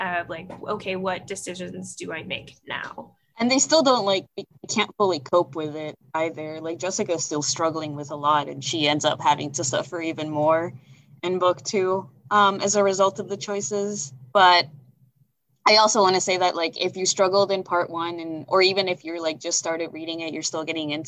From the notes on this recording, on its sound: This recording was from a virtual library event we did back in December 2020.